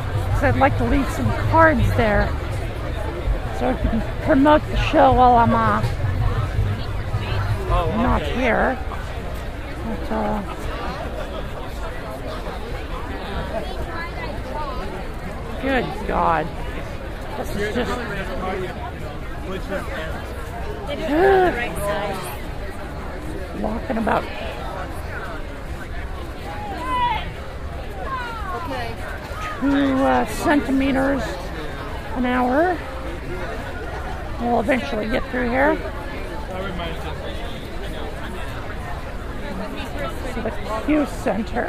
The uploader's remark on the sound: 2006 Portland Pride Parade -walking along the parade route as a spectator -marching with Affirmation and a TW listener. Pride Festival at Tom McCall Waterfront Park.